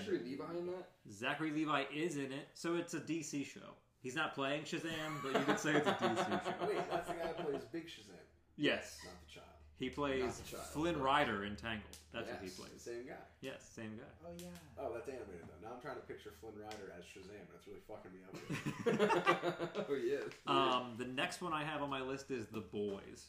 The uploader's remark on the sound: Also, I apologize for any weird audio issues. I’m using a new program and will hopefully have everything figured out for next time.